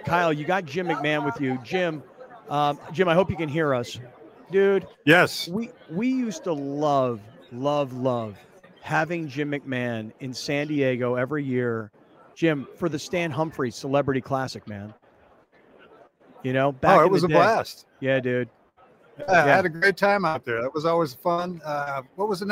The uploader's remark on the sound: LIVE FROM THE SUPER BOWL DAY 3